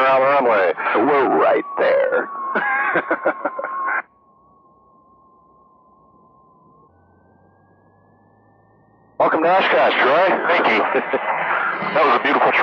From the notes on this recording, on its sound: Back to a cockpit audio episode this week. This is an Oshkosh arrival.